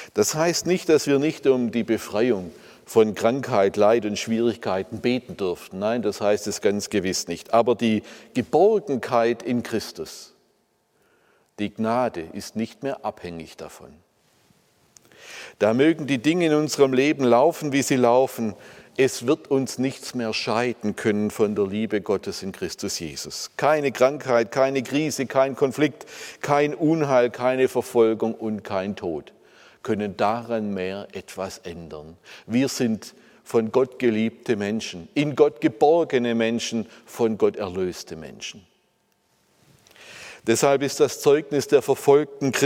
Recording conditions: large echoing room